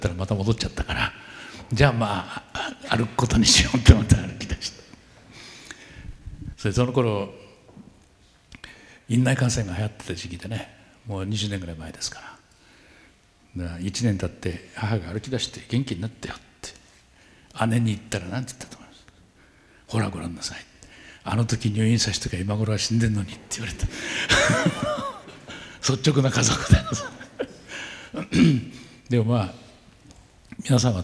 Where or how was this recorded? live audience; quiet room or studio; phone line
live audience